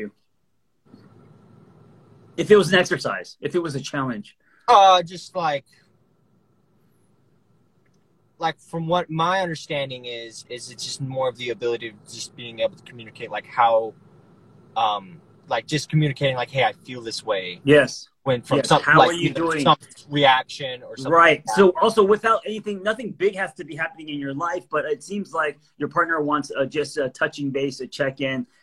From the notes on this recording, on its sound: as they're driving in the car